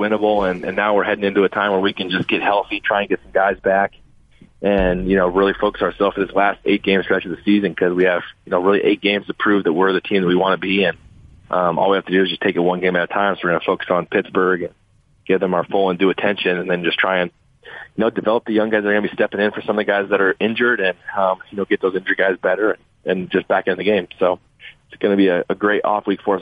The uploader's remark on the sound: Called in to talk about what he's been up to during the Bye Week.